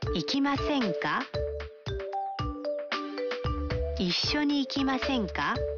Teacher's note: Para obtener una invitación se cambia la parte masu de un verbo en forma masu a masen. Se agrega ka y se eleva la entonación al final.